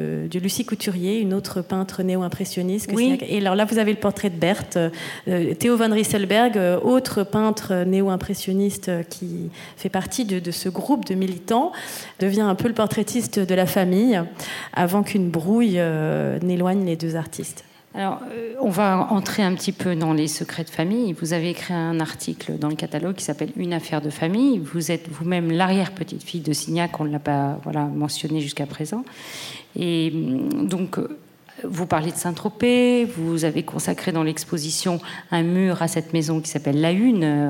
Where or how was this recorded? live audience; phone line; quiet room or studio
live audience